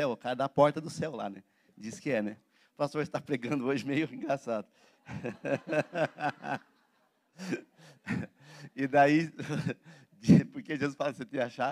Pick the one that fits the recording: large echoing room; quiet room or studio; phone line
large echoing room